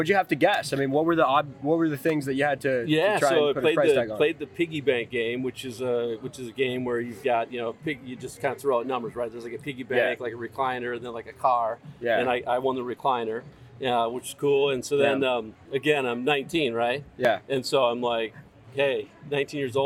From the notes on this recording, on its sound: I decided to pack my laptop and microphone to the poolside that day, and the result was an amazing in-person podcast conversation! LIVE FROM PALM SPRINGS! I decided to pack my laptop and microphone to the poolside that day, and the result was an amazing in-person podcast conversation!